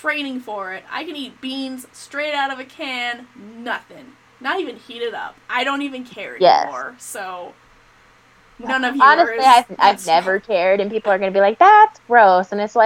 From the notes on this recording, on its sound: I apologize about the audio quality in this episode